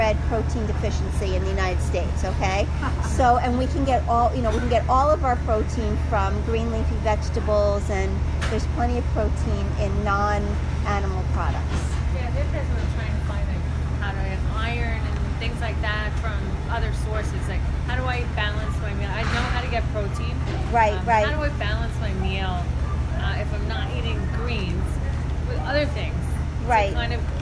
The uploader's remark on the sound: Thrive LIVE. Live from Whole Foods.